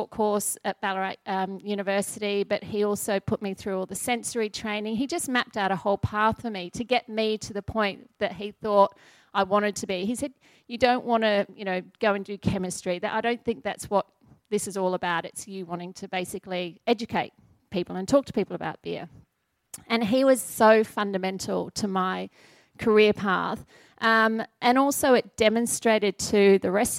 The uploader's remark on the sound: During the recent Good Beer Week in Melbourne, the Cryer Malt trade hub at BeerDeluxe was once again a focus for the brewing industry with a number of important trade discussions taking place. Brews News was able to be there to record some of these panels.